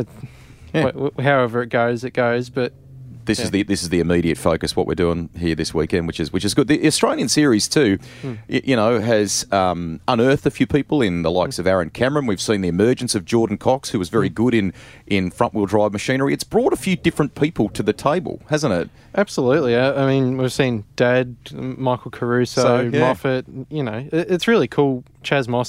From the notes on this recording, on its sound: It’s still raining outside and practice hasn’t started yet. Are in their motorhome chatting around the table. Recorded at Sandown.